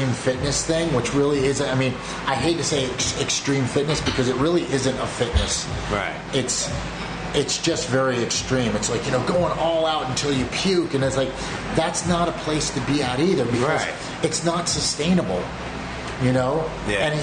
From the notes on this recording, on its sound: Recorded Live from Bushwick, Brooklyn at Physical Culture Collective. There is definitely some Brooklyn ambience with some sirens and passing subway trains in the background.